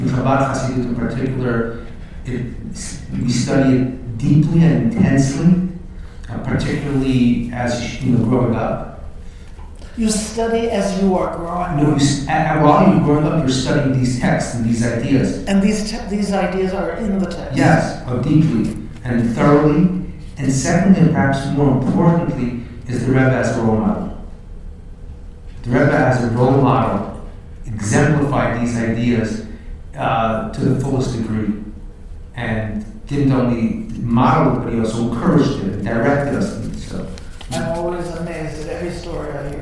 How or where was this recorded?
live audience